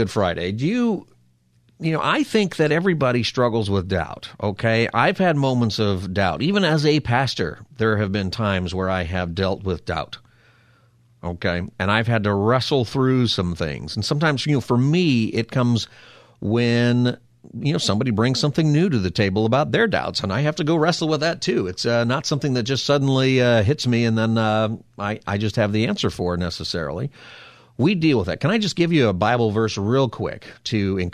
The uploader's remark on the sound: It's open phone Friday